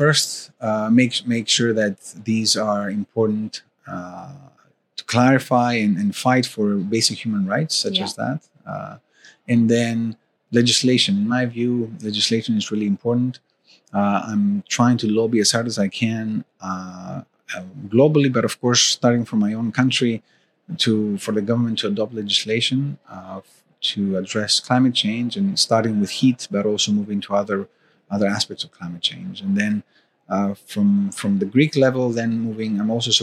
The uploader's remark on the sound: Recorded live from the 23rd World Congress on Safety and Health at Work 2023 in Sydney, Australia.